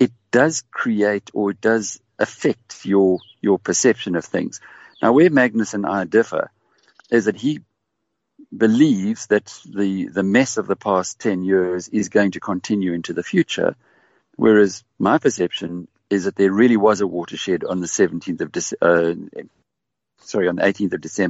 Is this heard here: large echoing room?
no